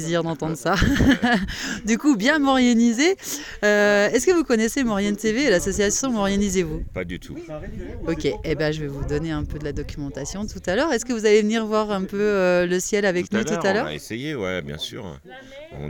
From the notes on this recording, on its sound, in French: Observations du Ciel le Jeudi 6 Juillet au Refuge de Plan du Lac à Valcenis – 60 Ans du Parc National de la Vanoise. Lors de notre événement astronomie au Refuge du Plan du Lac pour célébrer les 60 ans du Parc de la Vanoise, nous avons eu l’opportunité de réaliser des interviews inspirantes.